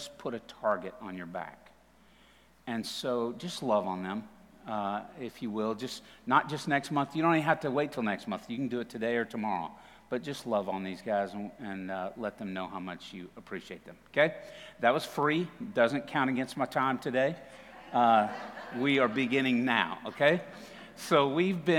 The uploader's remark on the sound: TR campus. Recorded live at The Fellowship at Two Rivers on September 19, 2021.